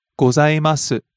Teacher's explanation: rising on the second syllable, ざ and falls on the last syllable, す。